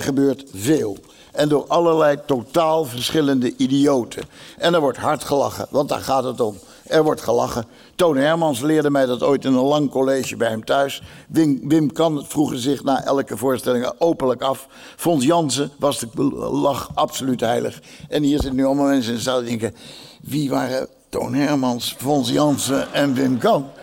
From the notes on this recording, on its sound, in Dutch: Deze aflevering is namelijk opgenomen tijdens de uitreiking van de VSCD cabaretprijzen. Dat zijn de grootste cabaretprijzen in Nederland.